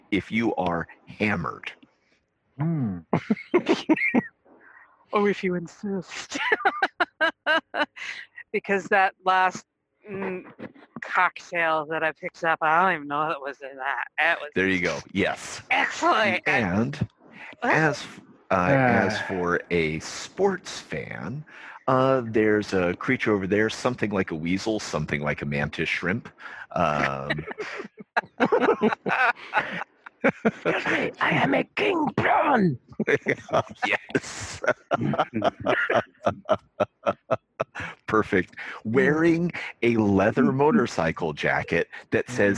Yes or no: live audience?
no